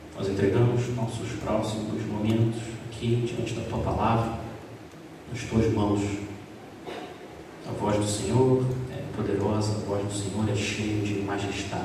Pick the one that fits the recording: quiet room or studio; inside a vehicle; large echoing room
large echoing room